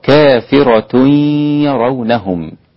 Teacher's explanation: إدغام مع الغنة عند كل القراء